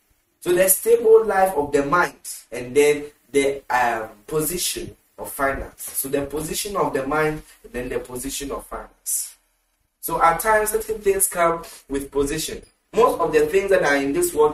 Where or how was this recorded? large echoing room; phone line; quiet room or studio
large echoing room